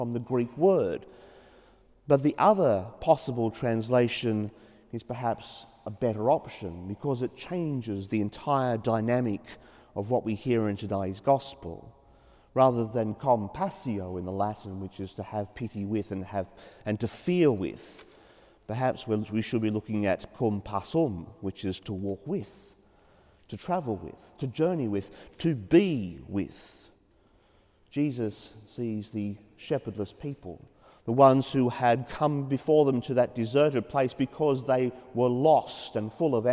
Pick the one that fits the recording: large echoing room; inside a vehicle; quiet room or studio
large echoing room